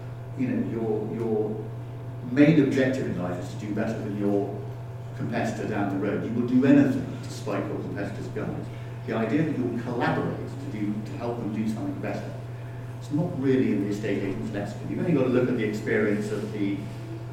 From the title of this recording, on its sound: Live From IUC EMEA